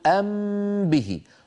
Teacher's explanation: نطبق على ميم ونجافي الشفتين عن باء